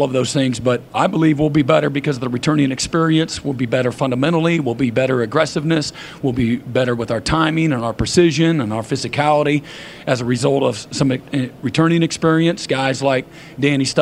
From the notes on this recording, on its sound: press conference at Big 12 Football Media Days